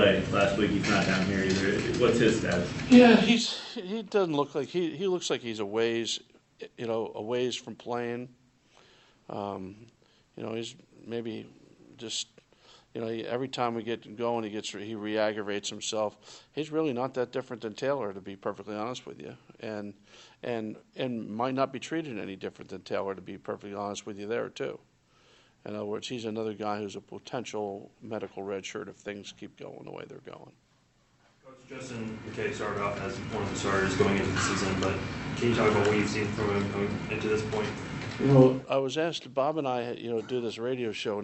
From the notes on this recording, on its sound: Press Conferences & Post-Game Interviews.